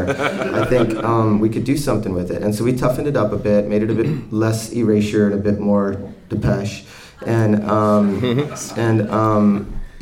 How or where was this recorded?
live audience